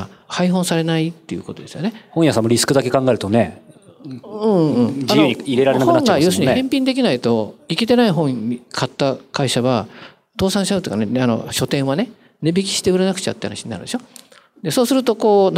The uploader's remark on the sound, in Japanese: 公開収録